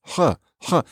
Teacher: You might do what we call a uvular sound, where you're way back there, you know, in the realm of that little cute punching bag in the back of your mouth.